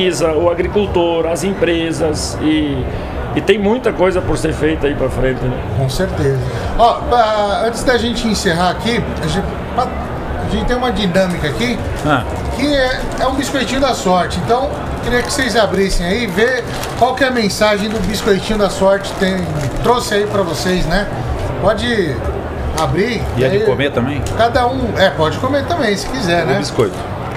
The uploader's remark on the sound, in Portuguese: Estamos ao vivo da Hortitec 2023